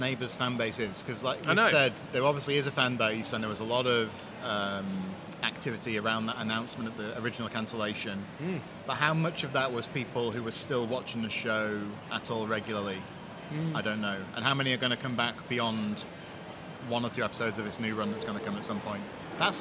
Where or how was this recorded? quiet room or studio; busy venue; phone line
busy venue